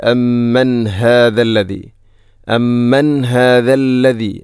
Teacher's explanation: ഇവിടെ അമ്മൻ ശേഷം ഹാഇൻ്റെ ശബ്ദം കൃത്യമായിരിക്കണം, തൊണ്ടയുടെ ഏറ്റവും അടിഭാഗം